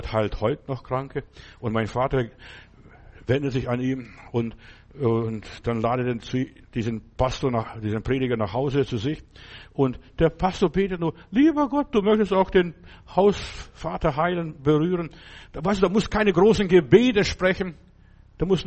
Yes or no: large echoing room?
yes